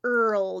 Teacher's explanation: sides of my tongue are touching, right? My tip is curled. And then I go up to my L · It's called a molar bunched R in English, right? That comes after a vowel. · Term: vocalic R